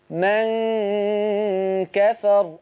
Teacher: الغنة هنا مرققة لأن الكاف مرققة